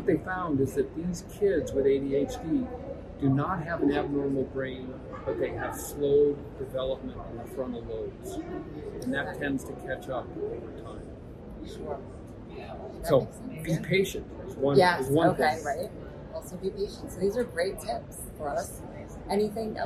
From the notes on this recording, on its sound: This interview took place LIVE at the Institute for Functional Medicine Annual International Conference in Orlando, Florida.